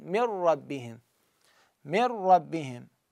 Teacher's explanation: كذلك بالراء، فنقول مثلا من ربهم، من وراها راء، نون ساكنة وراها راء، فالنون تدغم في الراء وتحذف النون نهائيا، وهذا الحرف الثاني مشدد باعتبار إدغام كامل